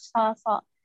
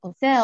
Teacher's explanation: بس الصاد اللي هي مفخمة والسين مهموسة